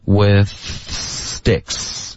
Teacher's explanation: with 的这个 th 的音连到 sticks 的这个 s 的音